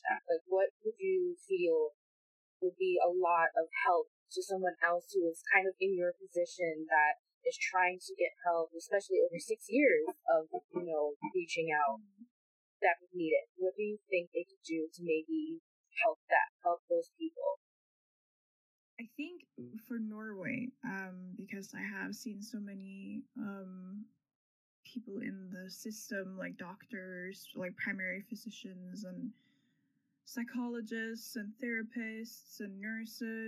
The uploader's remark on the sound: Mic should get better for Episode 3. Apologies for the occasional knocks, roofers decided to show up without prior knowledge on a Sunday.